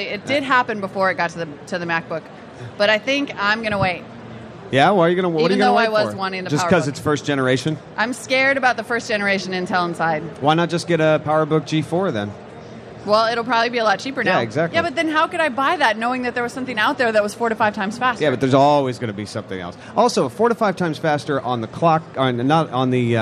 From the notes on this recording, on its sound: Live from Macworld